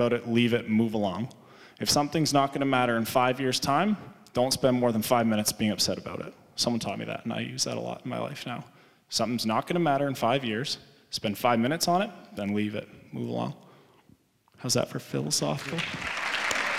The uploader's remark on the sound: The audio from the first ever Heroic Minds Live Event held at the University of Waterloo on March 20th 2019. Had an interactive conversation with the audience.